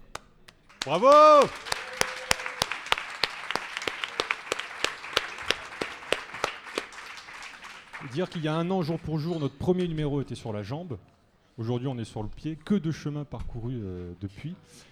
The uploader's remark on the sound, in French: La rédaction était présente à la Gaîté Lyrique le 20 octobre pour un enregistrement inédit à l'occasion du Paris Podcast Festival. Une réalisation live.